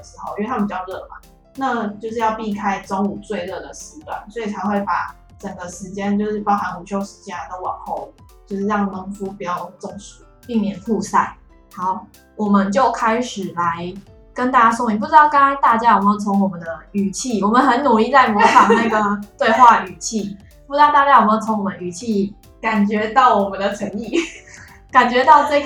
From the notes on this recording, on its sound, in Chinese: 此集錄製回音較重，敬請大家見諒